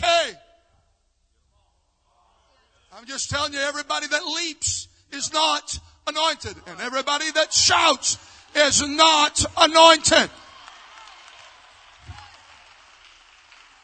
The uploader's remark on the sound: South Louisiana Youth Conference 2023. Our most recent LIVE event on HGR 1.